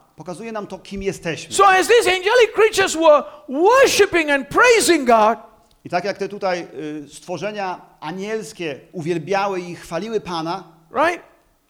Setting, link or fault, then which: setting, live audience